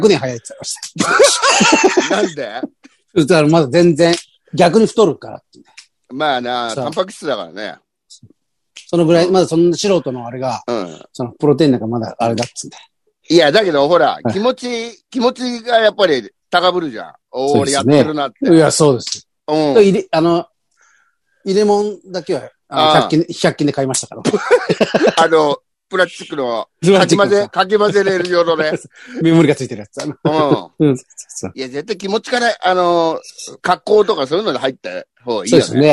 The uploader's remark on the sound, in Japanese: ZOOMで収録。